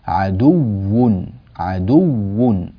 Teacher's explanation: كلمة عدو، الواو هنا واو مشددة، فينبغي أن تعطى حقها من التشديد، عدو عدو، فتنبهوا لهذا بارك الله فيكم.